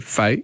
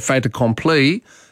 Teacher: If you say fait accompli, you do pronounce it because the consonant links onto the vowel at the start of the next word · Shown in: second take